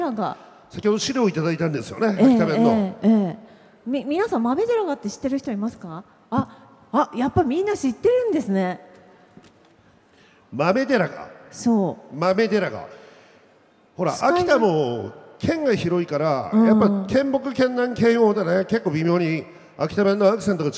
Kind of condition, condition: setting, live audience